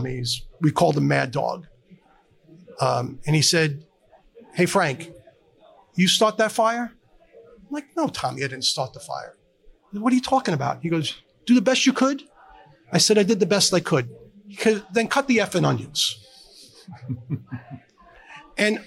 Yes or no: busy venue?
yes